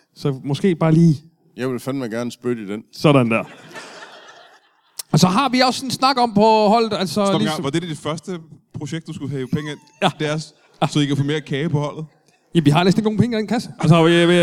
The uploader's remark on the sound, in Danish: LIVE fra Esbjerg